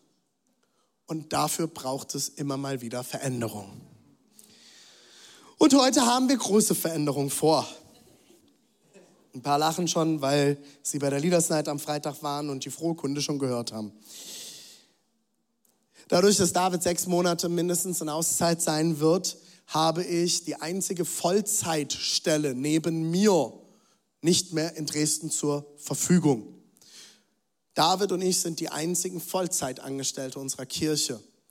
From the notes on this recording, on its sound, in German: Zeal Church Dresden. Audiomitschnitt der Predigt.